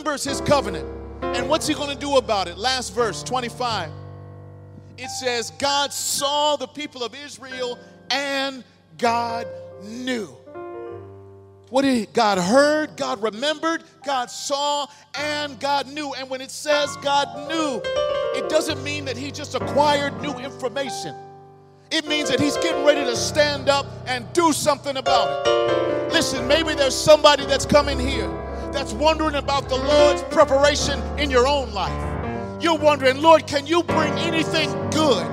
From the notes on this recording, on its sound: The sermon was delivered on September 17th 2023 at New City Fellowship West End. Louis, MO.